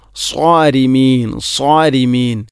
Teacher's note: കേട്ടോ, മലയാളത്തിലെ സോ എന്ന ശബ്ദം, സ്വാദ് ഉച്ചരിക്കുമ്പോൾ നാവിൻ്റെ മധ്യഭാഗം അണ്ണാക്കിലോട്ട് ഉയർന്നു വരണം, അതാണതിൻ്റെ പ്രധാനപ്പെട്ട സ്വിഫത്ത്. അതില്ലെങ്കിൽ പിന്നെ സീനാകും.